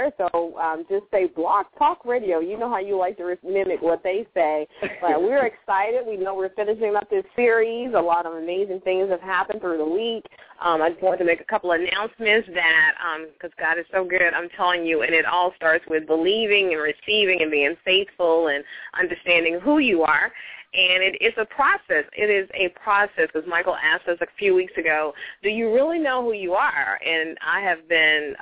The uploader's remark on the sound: LML uses a progressive live call in format.